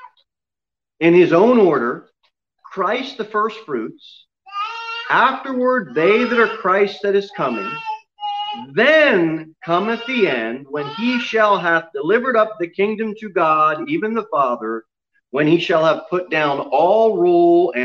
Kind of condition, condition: setting, large echoing room